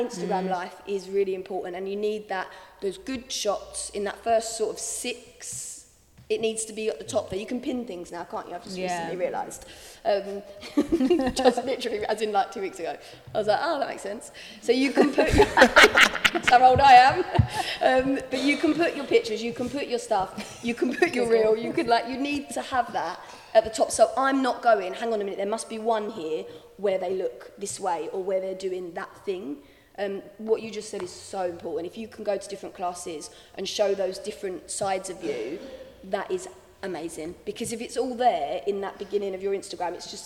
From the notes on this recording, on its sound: At The Ins And Outs easter intensive we had a Q&A.